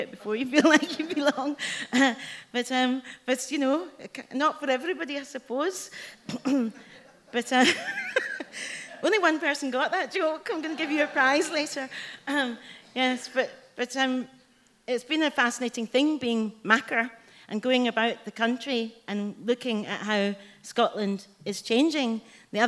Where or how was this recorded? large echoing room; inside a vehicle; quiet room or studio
large echoing room